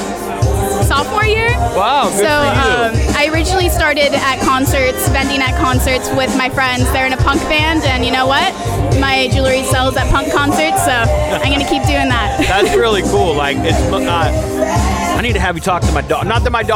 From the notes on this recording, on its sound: Live from Endless Summer at Ventura Harley Davidson. Unfortunately the rain decided to make an appearance this year and cut the show short.